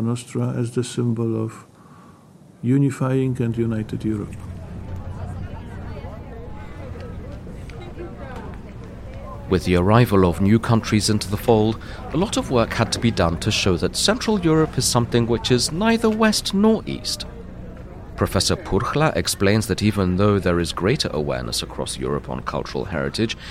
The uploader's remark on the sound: This podcast series was recorded during the European Cultural Heritage Summit held in Venice in September 2023. This podcast series was recorded during the European Cultural Heritage Summit held in Venice in September 2023.